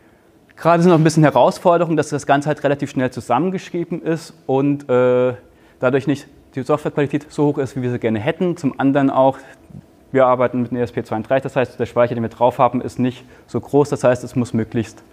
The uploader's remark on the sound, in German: Ein Vortrag im Rahmen der Night of Open Knowledge (Nook) in Lübeck.